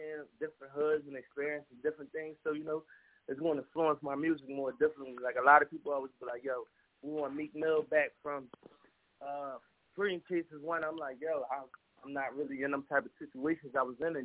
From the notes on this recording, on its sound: The Nerve DJs Bi-Weekly Conference Call